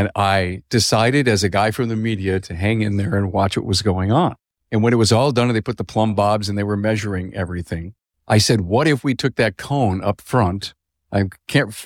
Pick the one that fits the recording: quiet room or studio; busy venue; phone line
busy venue